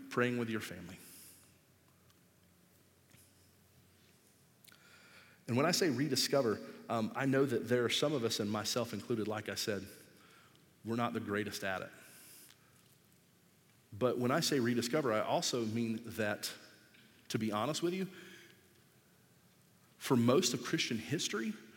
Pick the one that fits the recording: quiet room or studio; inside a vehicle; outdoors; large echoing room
large echoing room